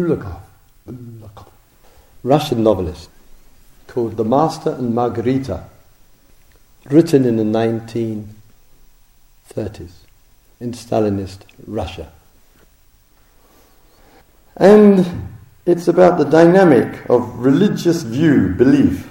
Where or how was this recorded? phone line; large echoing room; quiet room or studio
large echoing room